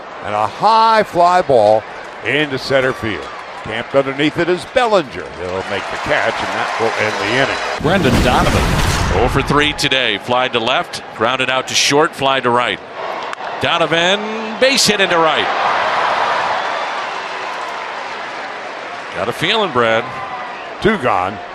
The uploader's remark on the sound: POSTGAME REPORT Live at 1:15pm pst from #dodgerstadium